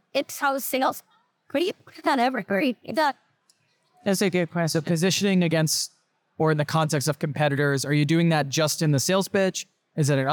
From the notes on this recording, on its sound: This interview, recorded at SaaStock 2022